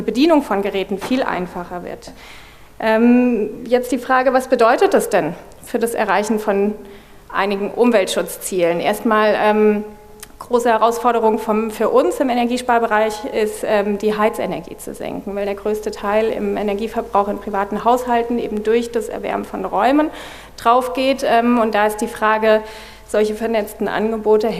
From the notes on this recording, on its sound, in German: wollen wir gemeinsam mit dem Publikum diskutieren